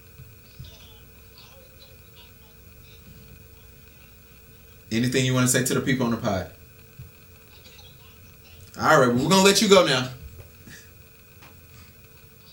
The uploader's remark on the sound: When you name your biggest fear on air and it happens. Sorry about the audio!